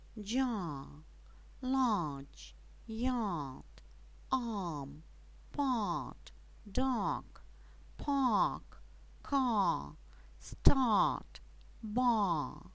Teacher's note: В третьем типе слога, то есть гласная и буква «а», гласная «a» будет читаться долгим звуком «а»